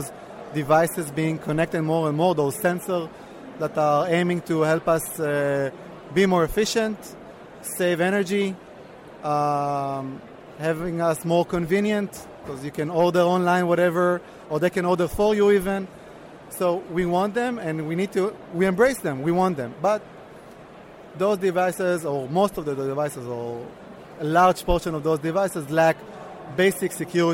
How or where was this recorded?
busy venue